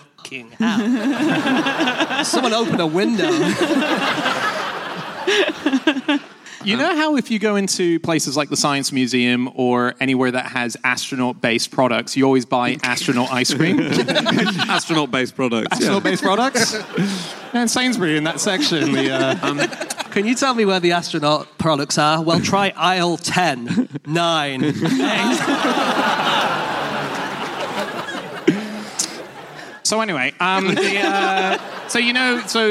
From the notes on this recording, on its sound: Live from the Lyric Theatre in London